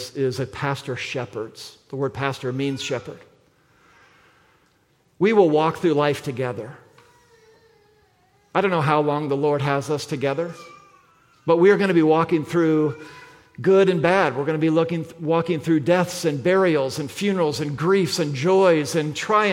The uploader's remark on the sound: at the February 4, 2024 Sunday morning services of Boca Raton Community Church in Boca Raton, Florida.